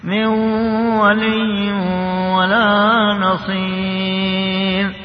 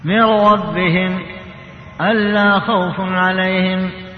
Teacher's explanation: الإضغام الناقص هو الذي يكون بغنة من ولي ولا نصير، من ولي اسمها نون مع الواو، أضغمنا النون في الواو مع الغنة مع بقايا صفة النون، ما إن محت كلها أضغم ذاتها وبقي صفتها فيسمى ناقص.